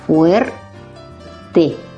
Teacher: Separando en sílaba queda fuerte. La U y la E tampoco se puede separar, entonces van formando diptongo.